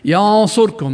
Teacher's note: الصاد بعد النون الساكنة هذه ليست من الأحرف الثمانية التي تمنع الغنة، لذلك غنينا